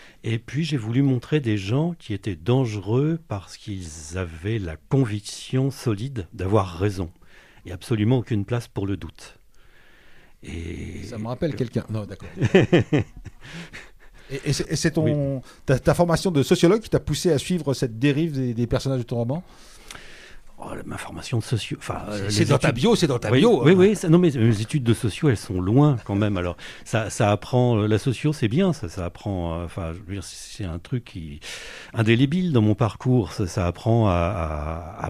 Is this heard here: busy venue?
no